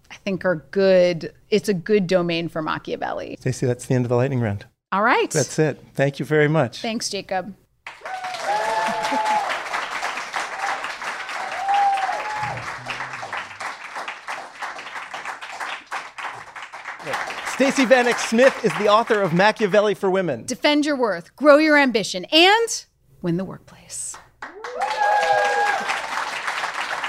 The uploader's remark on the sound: This episode was recorded in front of a live audience.